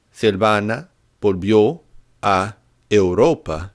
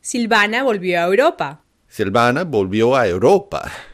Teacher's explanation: there are actually five vowels that are fused together · Shown in: second take · First, we notice that the verb volvió ends with the vowels I and O. · Term: sinalefa